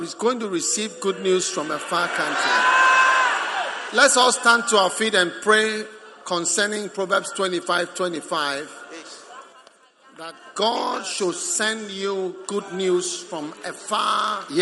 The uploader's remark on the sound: Preached at the Prophetic Encounter Service.